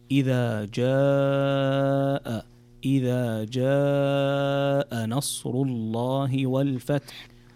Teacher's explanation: هنا عندنا مد متصل ويسمى المد الواجب ومقداره 4 حركات، فتمده مدا طويلا فتقرأ إذا جاء نصر الله والفتح.